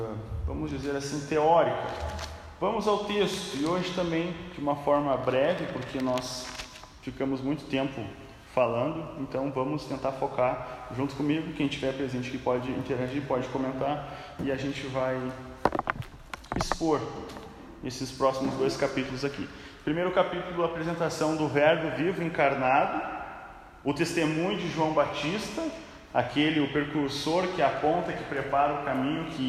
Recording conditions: live audience